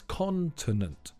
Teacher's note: The stress is on the first syllable, so it's continent.